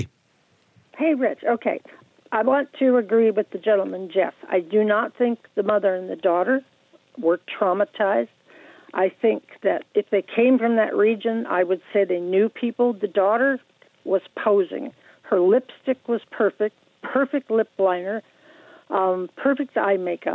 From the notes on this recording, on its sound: we take your calls in open phones across America